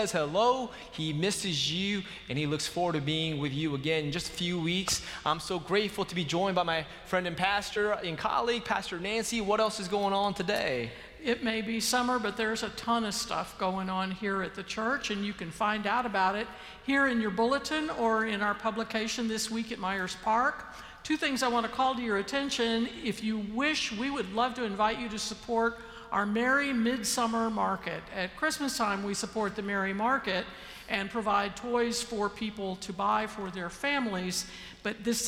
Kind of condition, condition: setting, large echoing room